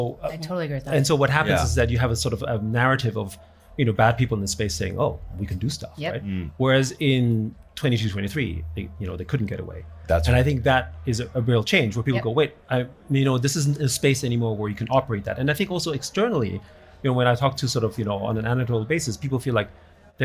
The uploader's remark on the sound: A live recording at The Hub by Casper Labs during the WEF's Annual Meeting at Davos 2024. They engage in a live podcast session.